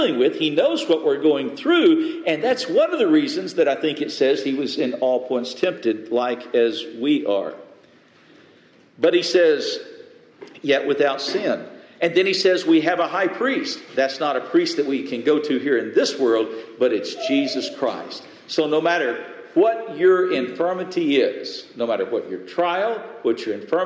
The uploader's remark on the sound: Message delivered Sunday, June 18, 2023 at Mt Carmel Primitive Baptist Church, Bel Air